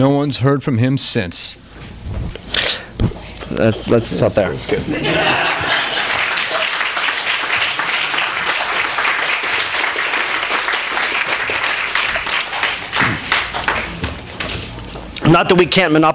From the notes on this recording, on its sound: THIS EVENT WAS RECORDED LIVE AT SKYLIGHT BOOKS ON APRIL 5, 2013.